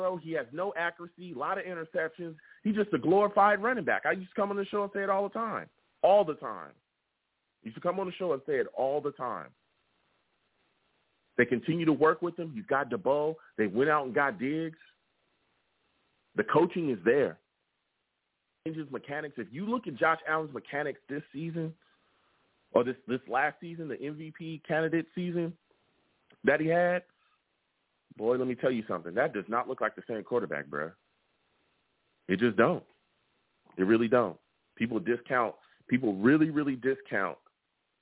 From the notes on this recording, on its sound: I also take live callers!